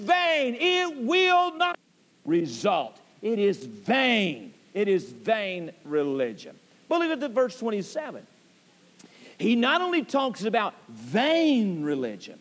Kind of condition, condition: setting, large echoing room